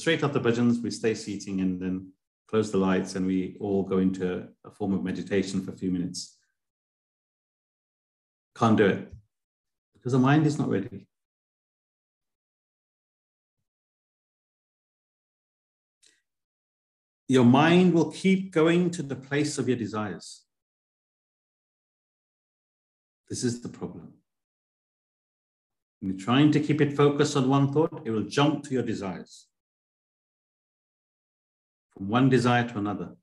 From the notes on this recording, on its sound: A live recording of a Bhagavad Gita class given virtually on the 30th of July 2023.